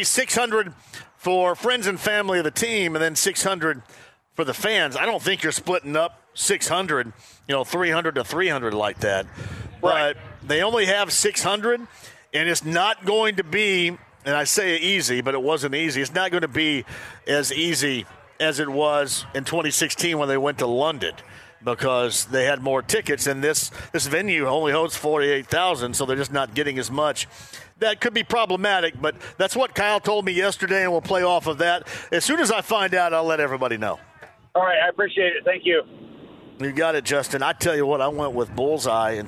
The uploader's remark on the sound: Full Show: Live From Mystic Waters Campground!